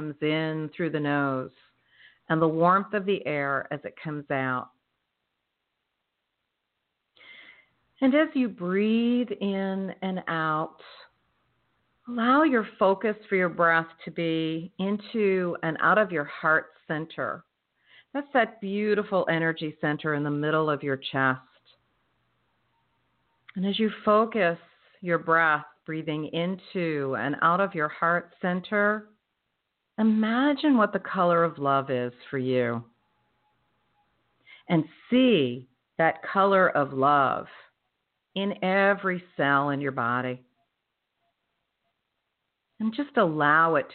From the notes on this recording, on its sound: in response to callers' questions